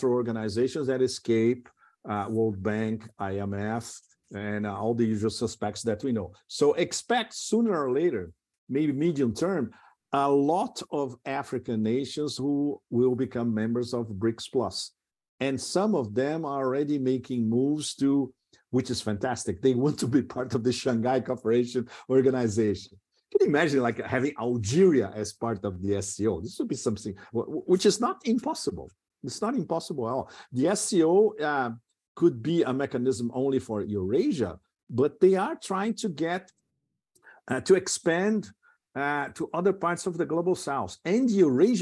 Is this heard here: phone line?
no